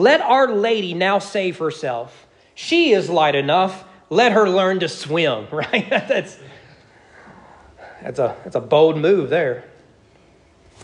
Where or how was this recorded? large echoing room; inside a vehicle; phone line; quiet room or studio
large echoing room